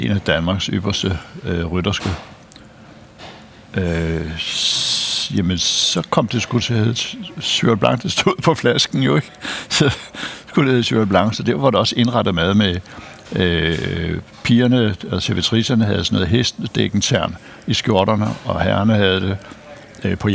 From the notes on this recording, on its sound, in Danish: Optaget på Nimb Brasserie, Tivoli, København.